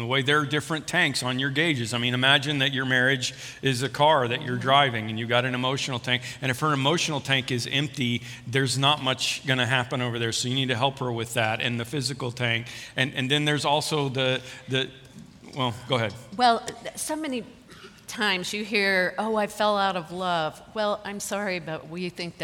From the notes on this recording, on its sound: This podcast is a recording from a weekend service at Parkview Christian Church.